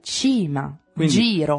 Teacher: un suono palatale che tocca proprio la lingua, tocca il palato, o dolce come cima, quindi, giro.